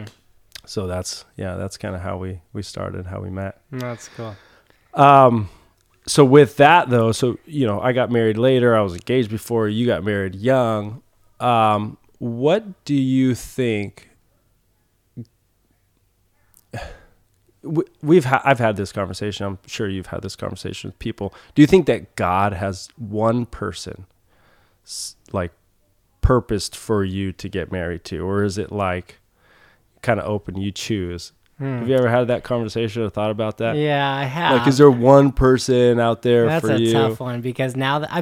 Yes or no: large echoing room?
no